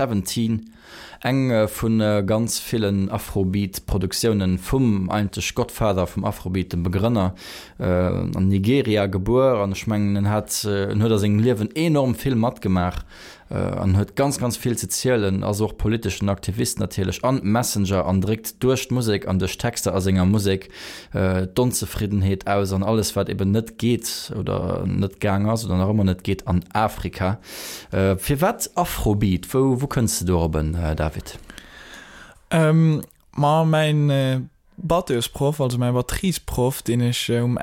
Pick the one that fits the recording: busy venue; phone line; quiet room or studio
quiet room or studio